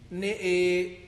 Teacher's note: كلمة نأى أمال النون والهمزة